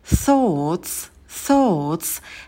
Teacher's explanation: в слове thoughts первый элемент – это межзубный th. Кончик языка ставим между верхними и нижними зубами и выдыхаем воздух.